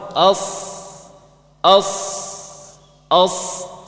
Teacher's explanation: Sad ujung lidah, gigi seri bawah. Cara mengucapkannya dengan isti'la.